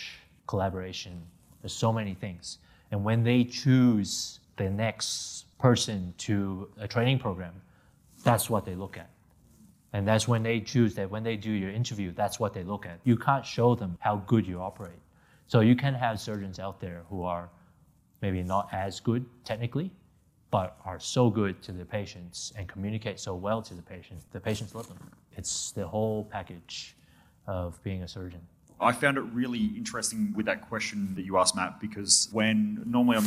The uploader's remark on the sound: answers questions from the audience